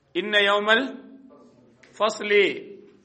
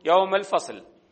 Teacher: இங்கே அலிப் லாம் வந்திருக்கிறது ஃபஸல் என்கிற அந்த பெயர் சொல்ல. ஃபா என்பது கமரியா எழுத்து என்பதால் கமரியாவுடைய எழுத்து என்பதால் லாமை உச்சரித்து படிக்கணும்